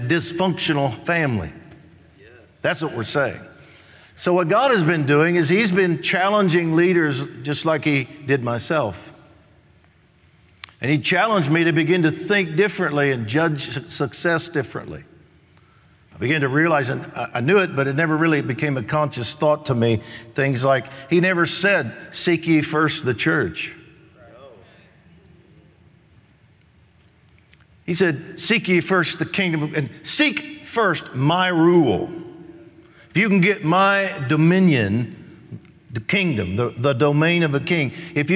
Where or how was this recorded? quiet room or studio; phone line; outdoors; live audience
live audience